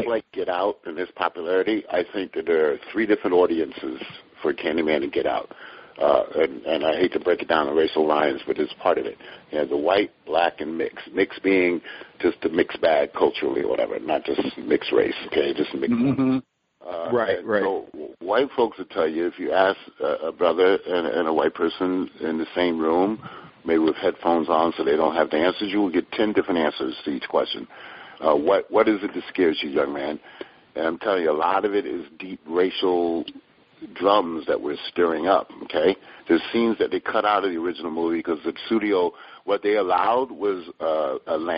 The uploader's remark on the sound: sits in on a phone conversation